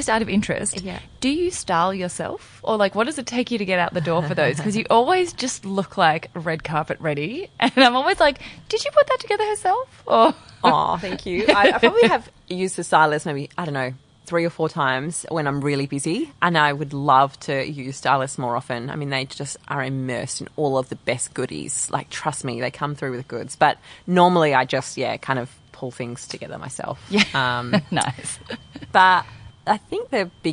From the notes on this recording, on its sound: Since the sun was shining on this beautiful day we recorded outside so the birds provide some beautiful ambiance but you’ll have to excuse an airplane or two!